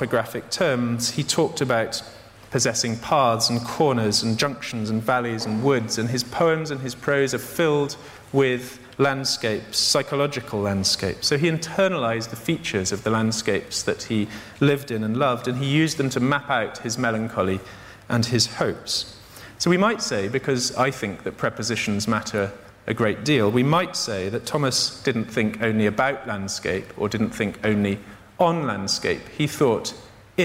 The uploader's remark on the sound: In this event, recorded at the Tabernacle in London On the 12th of June 2012